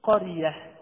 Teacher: إذا وقفت على كلمة قرية أقول قرية بالهاء